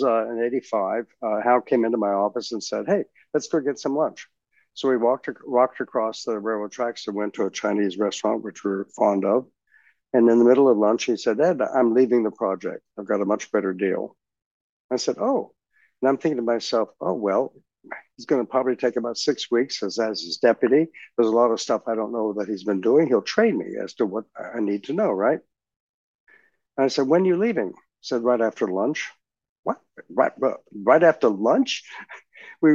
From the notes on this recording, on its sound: This community Zoom discussion.